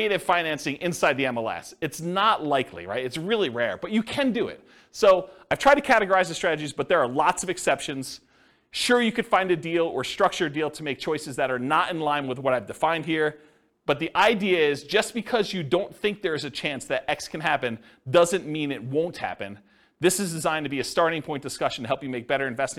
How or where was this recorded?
live audience